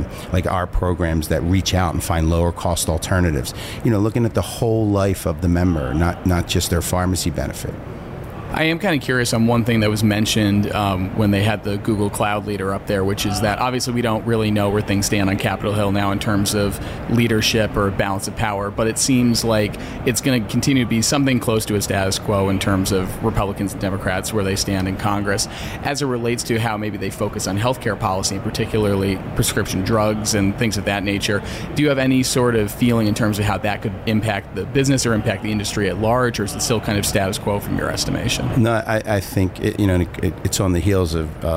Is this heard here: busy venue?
yes